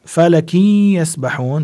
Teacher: تنوين وبعد الياء، إدغام بغنة